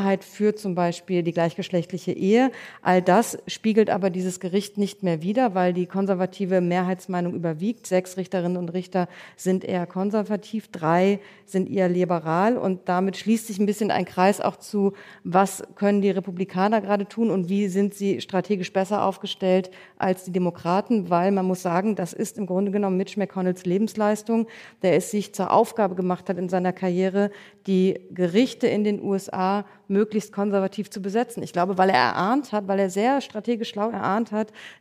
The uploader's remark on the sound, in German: Mitschnitt der Livefolge unseres transatlantischen Podcasts, aufgenommen beim großen Podcastfestival von ZEIT ONLINE. Juni in Berlin. Außerdem sprechen wir mit Hörerinnen und Hörern.